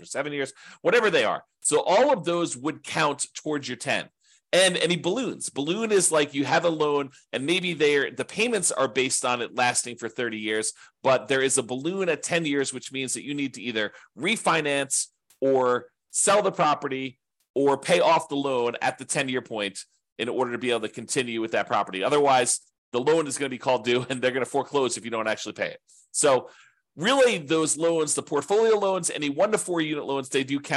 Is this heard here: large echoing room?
no